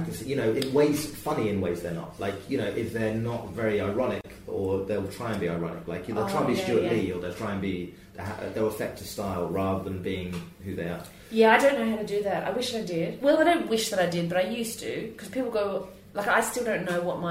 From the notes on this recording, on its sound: This week is an archive interview from 2014. Upstairs at the Camden Head pub in Islington.